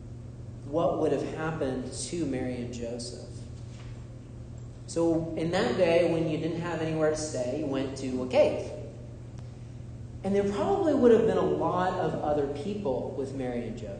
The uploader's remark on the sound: This is a sermon I delivered at Holy Comforter Episcopal Church in Drexel Hill, PA.